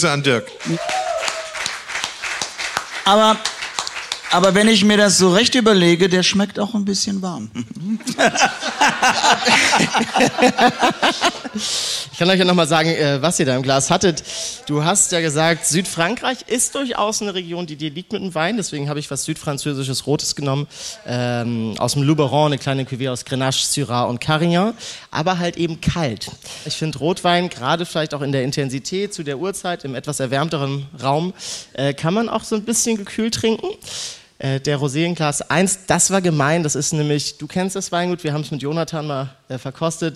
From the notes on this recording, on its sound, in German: Es ist auch eine ganz besondere Episode, da wir erstmalig live vor anwesendem Publikum im KENT Club in Hamburg aufgezeichnet haben.